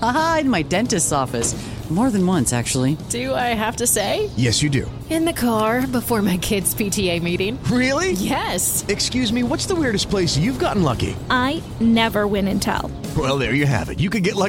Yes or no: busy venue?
yes